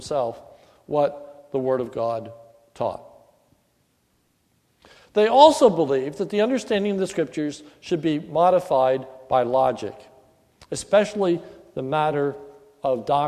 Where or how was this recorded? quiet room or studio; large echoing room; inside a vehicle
large echoing room